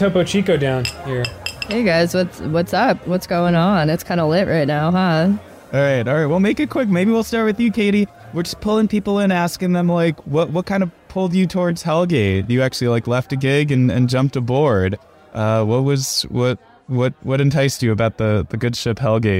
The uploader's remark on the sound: Of course we hosted an extremely real and cool birthday party which we obviously recorded for our weekly podcast.